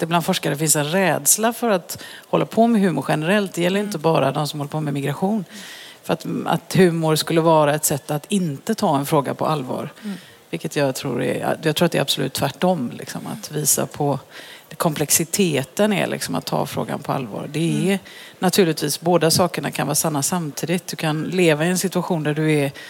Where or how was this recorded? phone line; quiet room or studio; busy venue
busy venue